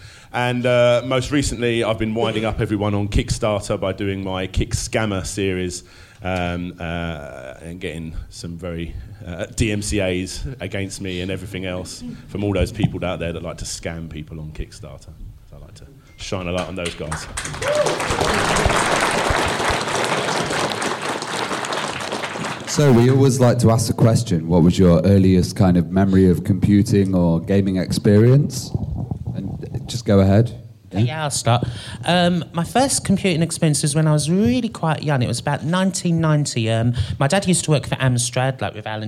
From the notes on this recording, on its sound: Retro Gaming Youtubers Panel from PLAY Expo Blackpool.